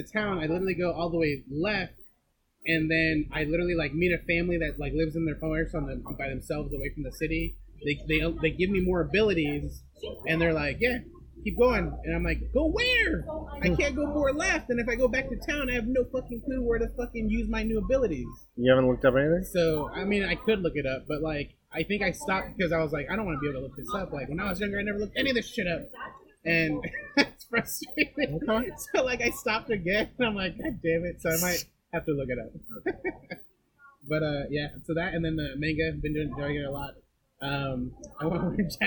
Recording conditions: poor sound quality